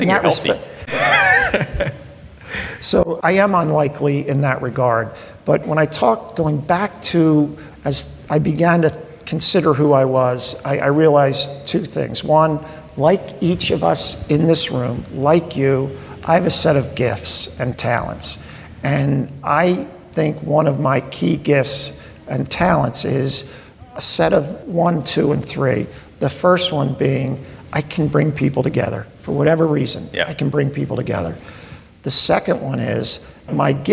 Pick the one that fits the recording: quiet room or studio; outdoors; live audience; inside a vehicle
live audience